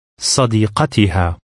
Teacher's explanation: Note that the singular for her female friend has a slightly shorter vowel in the center than the plural form.